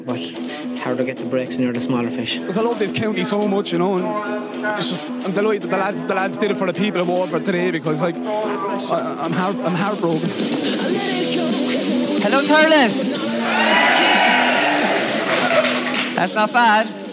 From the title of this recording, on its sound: The GAA hour live from Thurles